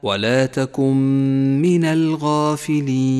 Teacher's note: النون الساكنة وبعدها حرف الميم إدغام بغنة، تدغم النون بالميم وتسقط النون من اللفظ ولذلك هي رمادية اللون، وتشدد الميم التي بعدها ولذلك نقف عليها بغنة زمنها حركتان وقد ميزت باللون الأخضر إشارة إلى موقع الغنة.